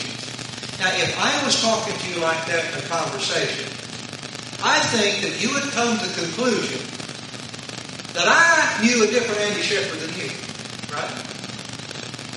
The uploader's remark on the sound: Sorry for poor audio. Apologies for the poor audio.